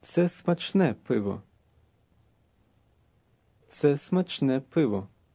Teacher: The word beer ends in an O, though it may sound like an A.